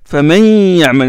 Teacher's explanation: le nun entre idgham, entre dans le ya, et bien sûr, mais ça c'est dans le cas où on a deux mots différents.